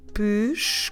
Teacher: I'm stressing the middle syllable there, the second to last, co.